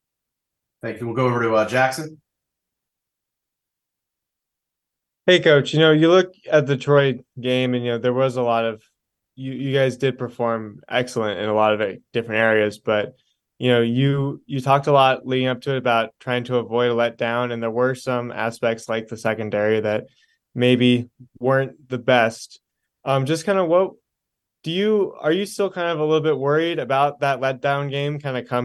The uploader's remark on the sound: Zoom Call. By ESPN Harrisonburg.